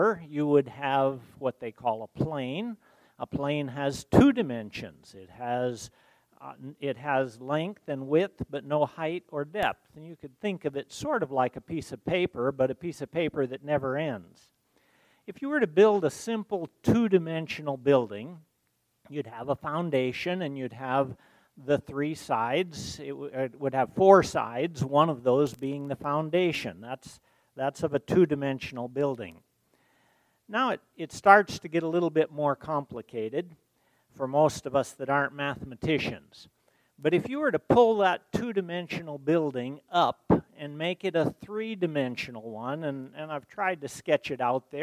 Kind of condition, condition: setting, large echoing room